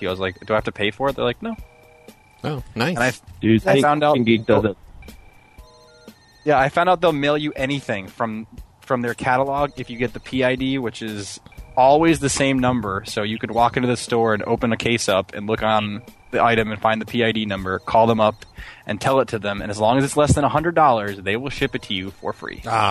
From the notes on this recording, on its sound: …'s Personal Prank Phone Calls Collection.